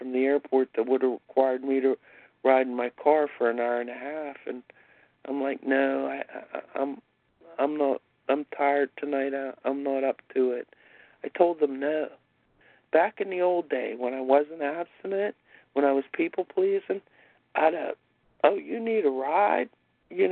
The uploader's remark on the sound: 100 Pounders Phone Meeting